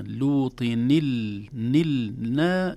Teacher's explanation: نون ثم لام، لا يوجد ألف بينهما أبدا، الألف لا تكون إلا إذا بدأنا المرسلين، أما مع ما قبلها لوطن المرسلين.